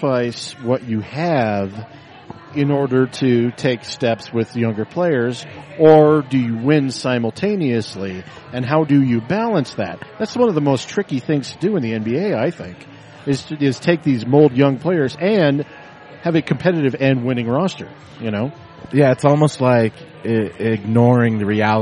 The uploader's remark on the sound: We recorded this week's episode down at Jake's Food and Spirits down on 3800 Walnut Street